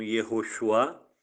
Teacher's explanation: Não é assim a pronúncia, mas eu estou fazendo ficar bem forte a tonalidade, né? A sílaba tônica na primeira vogal, no U